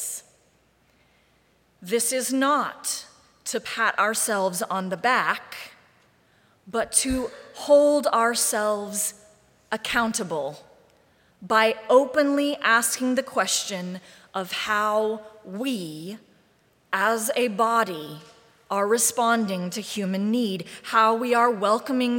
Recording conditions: large echoing room